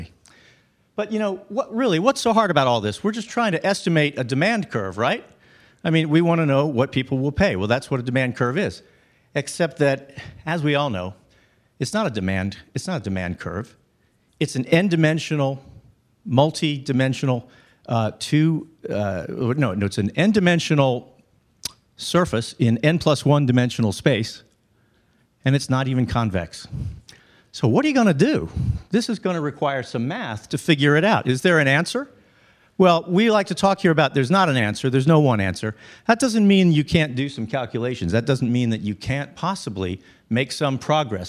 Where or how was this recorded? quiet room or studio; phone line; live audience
live audience